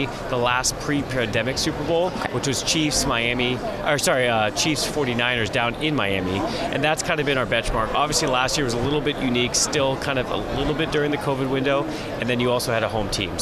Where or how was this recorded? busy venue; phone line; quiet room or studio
busy venue